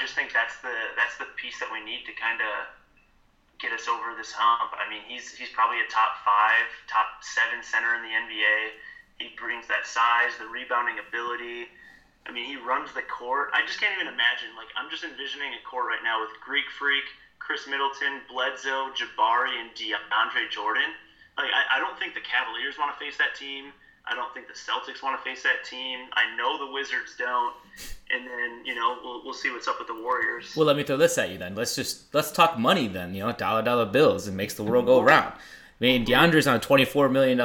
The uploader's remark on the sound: Gets on the phone.